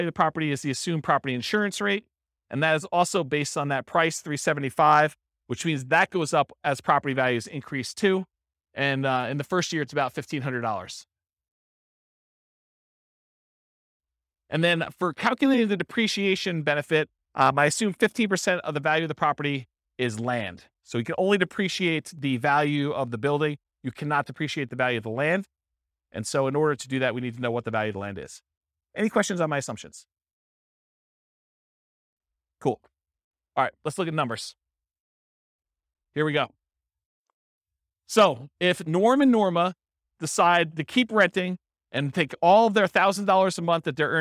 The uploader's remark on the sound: This was a live class recorded